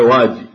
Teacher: بالفهر واجي، محل الشاهد كلمة واجي، فهو يريد واجئ، فقد أبدل الهمزة في كلمة واجئ إلى ياء وقال واجي، وهذا الإبدال إنما هو للتخفيف.